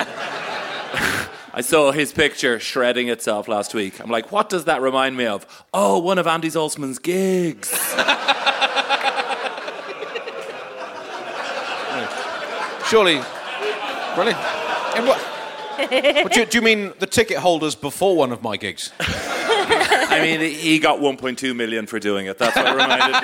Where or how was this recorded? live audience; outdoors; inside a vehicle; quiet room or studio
live audience